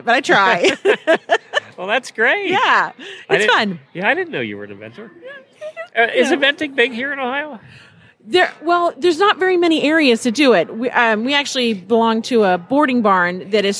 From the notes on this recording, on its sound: Live from Equine Affaire. Day 3 from Equine Affaire in Ohio.